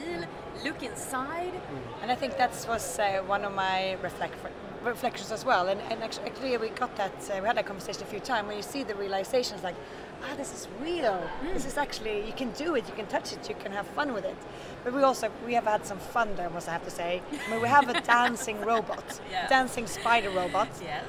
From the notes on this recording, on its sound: Live at Mobile World Congress. At the year's biggest event for the mobile tech industry. Are joined by the team behind Ericsson's massive stand.